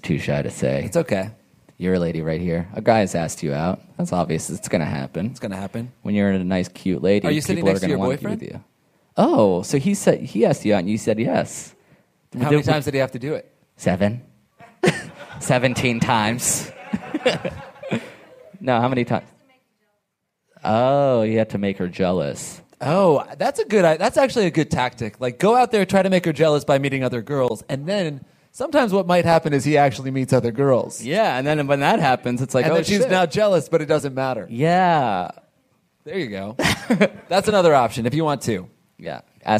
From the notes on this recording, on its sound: Live from L.A. Podfest!